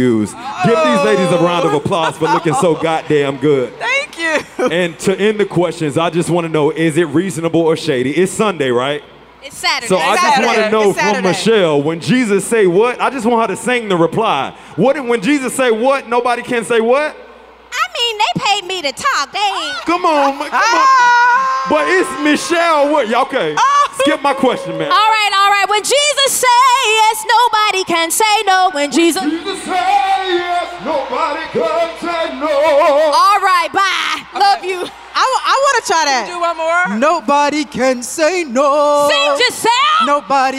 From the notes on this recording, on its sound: Take the stage at the 1st annual Black Effect Podcast Festival in Atlanta for a joint-podcast recording in front of the fans! The TBE Podcast Festival was recorded LIVE on Saturday, April 22nd 2023.